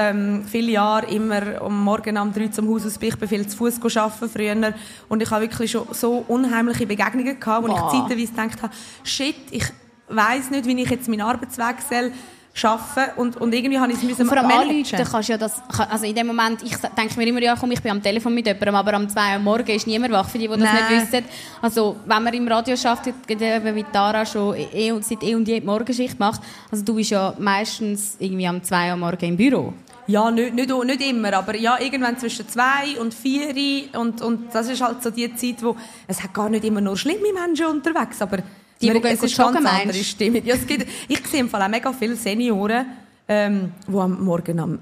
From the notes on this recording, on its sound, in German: Diese Folge ist an einem speziellen Ort entstanden; statt auf der Frauentoilette, sitzen die zwei im Jelmoli Schaufenster in Zürich und wurden von einigen Thronis gar live beobachtet.